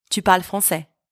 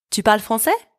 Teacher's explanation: Question, I've just raised my voice at the end of the sentence. It is the same structure, but for the question, my voice rises at the end. · Shown in: second take · Term: raise my voice